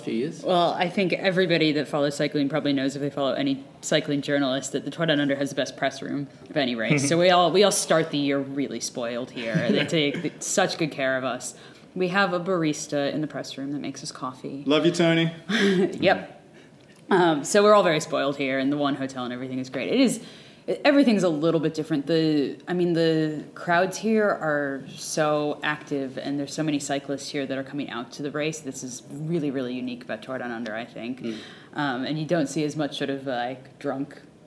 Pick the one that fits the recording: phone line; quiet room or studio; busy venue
busy venue